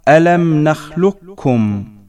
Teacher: ويجوز في إدغام القاف مع الكاف أن يكون النطق بكاف خالصة مشددة وهو الإدغام الكامل، ويجوز أن يكون الإدغام ناقصا بحيث يبقى أثر القاف وهو التفخيم نحو ألم نخلقكم.